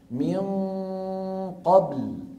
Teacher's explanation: ولسان المزمار راجع والحلق متضيق، من هنا عم يجي التفخيم